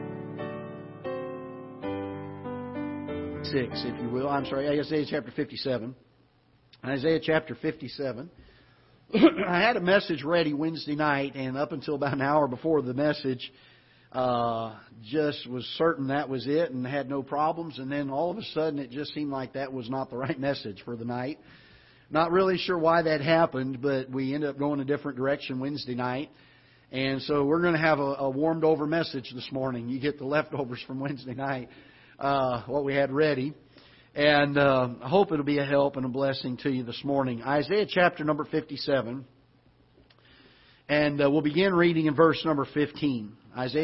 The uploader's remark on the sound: Ketha Heights Baptist Church ~ Live Broadcast